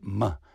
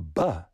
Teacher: ma, which is just the buh sound, but ma, you're putting it through your nose